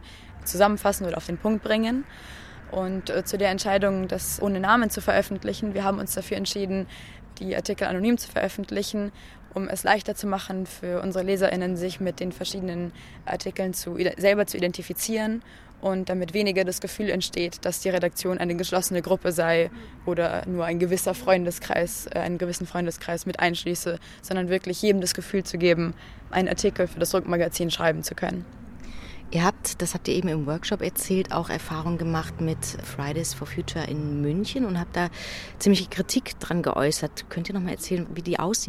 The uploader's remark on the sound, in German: im Interview auf dem Feminist Futures Festival